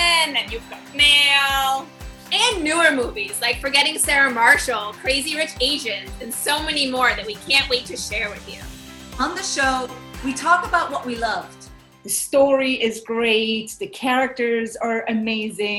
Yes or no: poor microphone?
yes